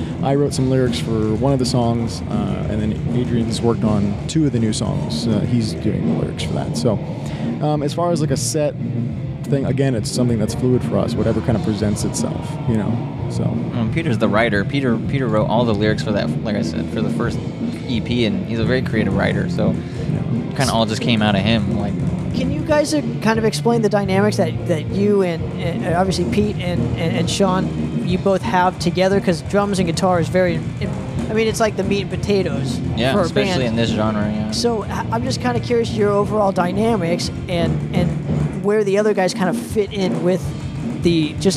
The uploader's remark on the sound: we take you live at Stages for the Battle to play Wacken